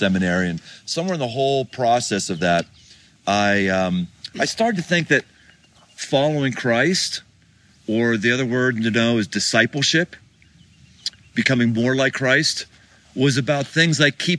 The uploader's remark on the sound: Live from Pikes Peak